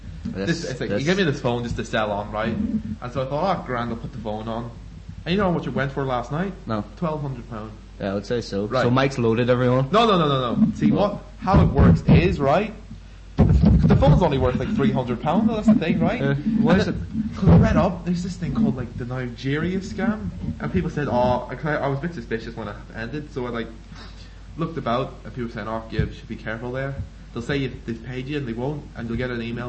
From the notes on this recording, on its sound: Sorry for being recorded too loud.